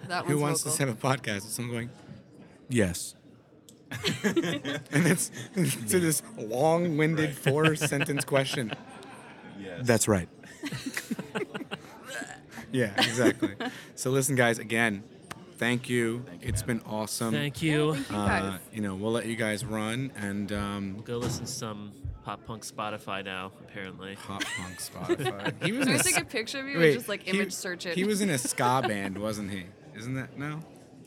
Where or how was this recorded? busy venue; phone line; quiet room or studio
busy venue